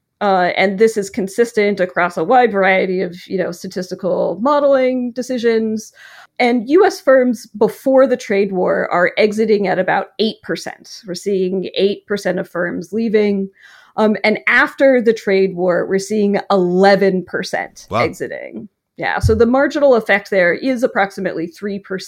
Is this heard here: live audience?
no